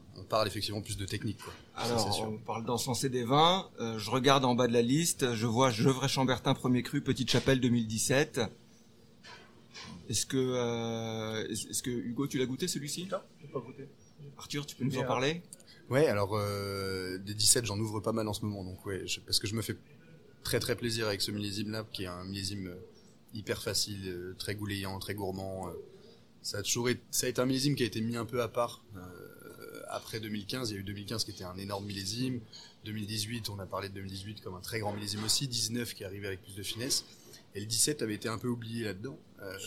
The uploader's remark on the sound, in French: Enregistré au restaurant Annette